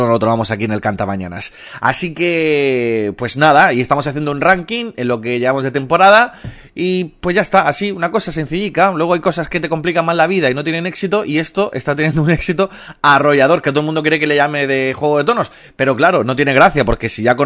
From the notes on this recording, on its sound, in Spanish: hemos llamada a un número al azar y su llamada ha sido respondida íntegramente con whatssap de audio